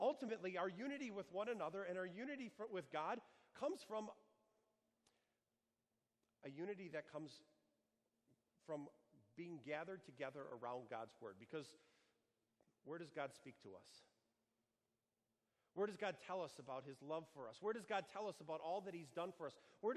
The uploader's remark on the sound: Sermon preached for the Seventh Sunday of Easter on June 2, 2019, at Our Savior Lutheran Church in Birmingham, AL.